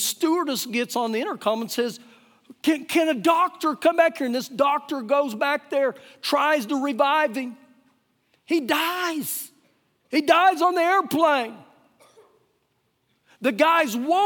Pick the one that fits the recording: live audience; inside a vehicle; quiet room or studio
live audience